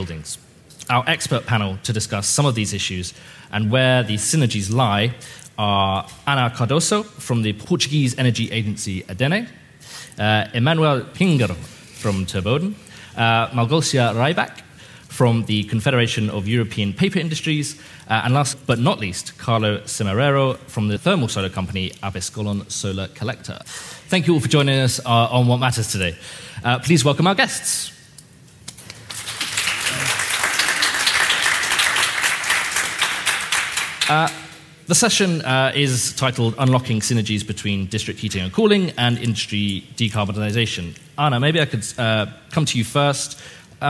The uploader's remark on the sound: This week’s episode of Watt Matters is a special live recording that formed part of the Euroheat & Power congress in Turin (May 22nd-24th).